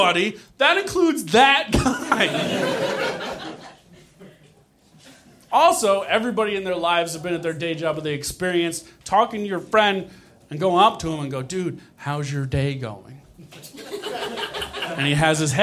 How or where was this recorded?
live audience